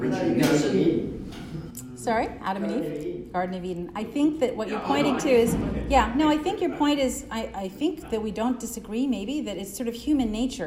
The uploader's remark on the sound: Delivers Remarks at the President's Church. To congregants at St.